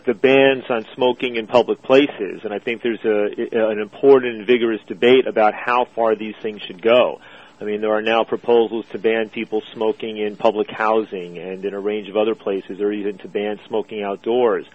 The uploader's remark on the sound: Drug Policy Alliance teleconference